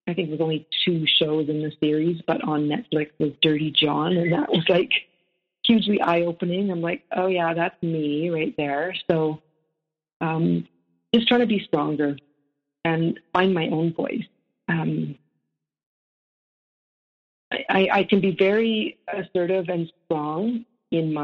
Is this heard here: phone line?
yes